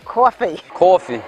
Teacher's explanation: For some people, it's an ah. But in New York, people say aw. · Term: coffee vowel